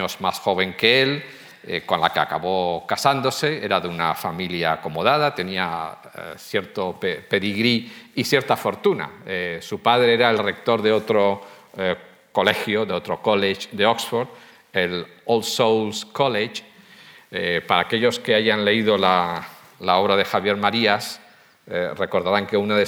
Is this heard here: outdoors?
no